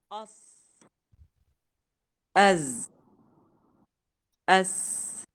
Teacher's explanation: طرف اللسان مباشرة بشكل عمودي على الثنايا السفلى ما بيطلع ما بيجي في المنطقة اللي بين الأسنان · Term: الصاد والسين والزاي